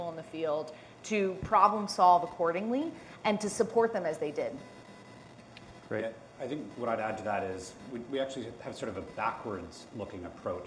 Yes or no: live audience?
yes